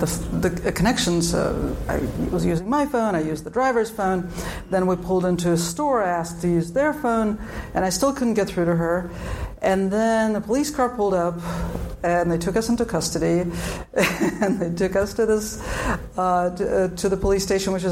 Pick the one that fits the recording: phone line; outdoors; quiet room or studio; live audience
live audience